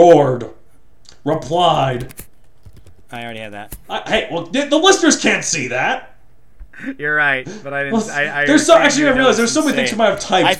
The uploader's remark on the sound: forget what microphone he was using when he bought his new computer and compromised his audio quality